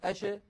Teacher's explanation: هذا الذي يفسر لنا لماذا قلقلت العرب قطب جد ولم تقلقل مثلا الشين، لم تقل العرب أش، لأنه لو كانت ساكنة أش الصوت ماشي والهواء منطلق، ما في حاجز منغلق كانغلاقه في حروف قطب جد.